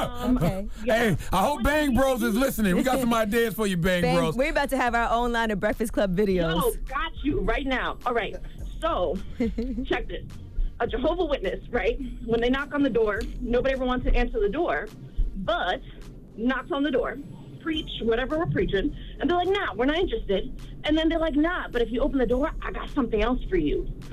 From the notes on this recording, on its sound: We opened up the phone lines.